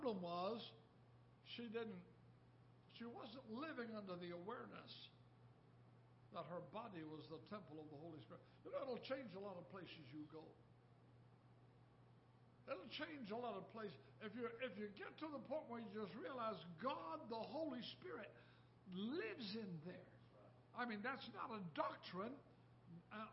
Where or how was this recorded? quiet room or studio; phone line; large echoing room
large echoing room